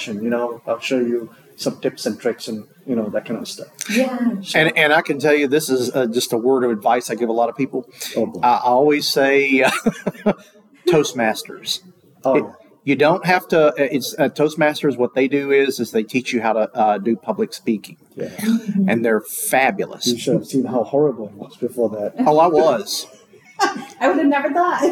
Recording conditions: busy venue